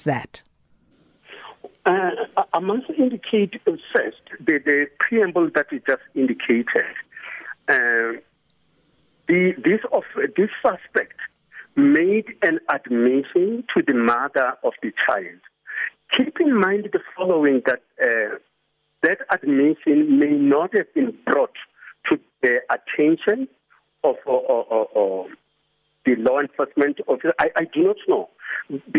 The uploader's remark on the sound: joins us on the line